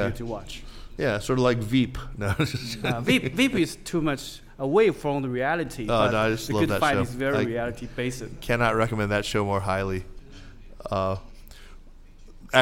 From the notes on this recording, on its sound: This week's podcast was recorded at the Caixin "Talking China's Economy: 2019 Forecasts and Strategies" conference in Chengdu in April.